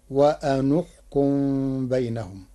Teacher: قرأ ورش كلمتي وأنحكم بضم النون لضم ثالث الفعل وهي الكاف، فتصير وأنحكم بينهم.